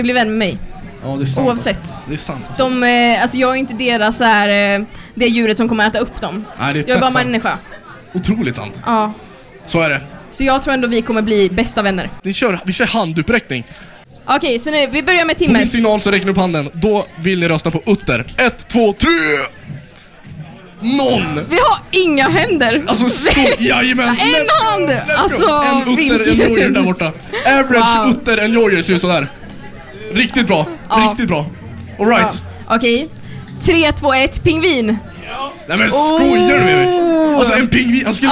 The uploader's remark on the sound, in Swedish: Dagens poddavsnitt är hämtat live från Ny Generations turnerande event Äkta. Livepoddsoffa.